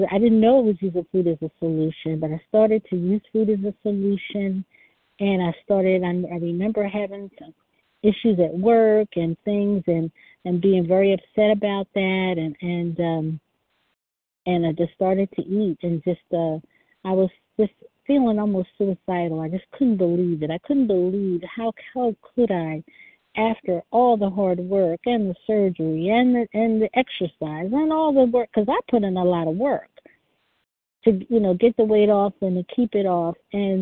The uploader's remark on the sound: 100 Pounders Phone Meeting.